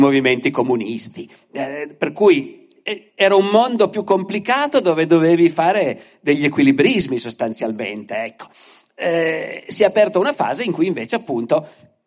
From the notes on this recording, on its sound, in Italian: Altri Mondi/Altri Modi (Askatasuna), Torino 2023. Ospite del festival culturale Altri Mondi/Altri Modi organizzato dal Centro Sociale Askatasuna di Torino.